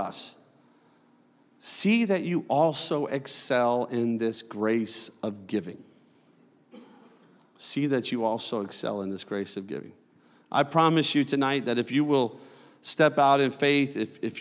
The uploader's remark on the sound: a service recording from Connect Point UPC